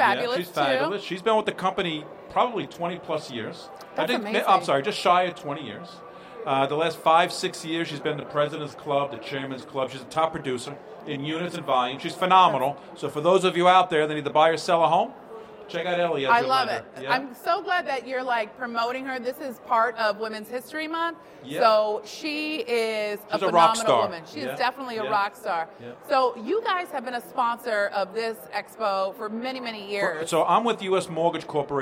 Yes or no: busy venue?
yes